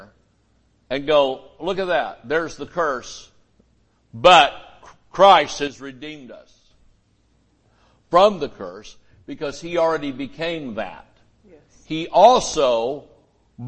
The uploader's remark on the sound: Sunday Morning Service